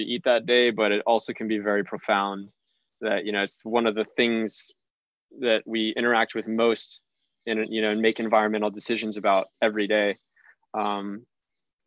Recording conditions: video call